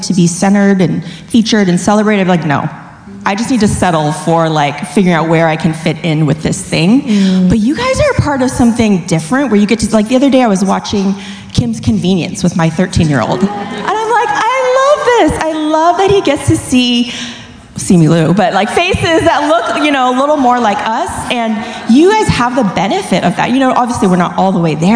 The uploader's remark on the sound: SIH Live Event recording 2020